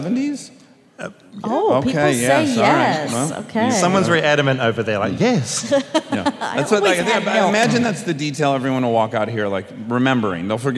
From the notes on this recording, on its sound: Armchaired & Dangerous Live from Los Angeles at the Wiltern